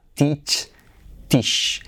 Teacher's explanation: Teach es con i, ¿vale? No es con i corta.